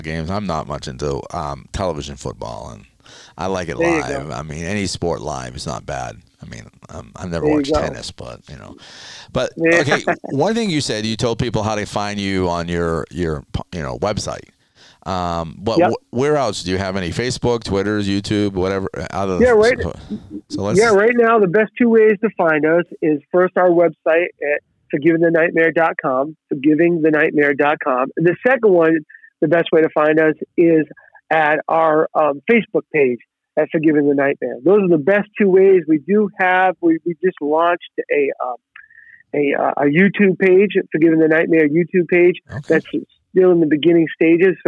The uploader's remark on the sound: Location: TMB Office, Phone.